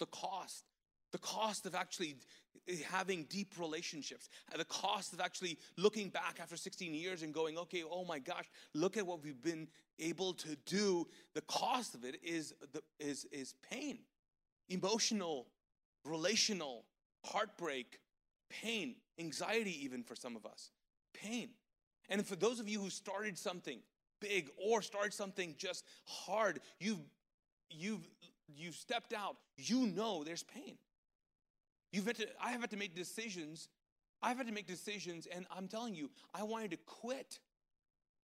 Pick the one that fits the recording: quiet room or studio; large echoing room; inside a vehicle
large echoing room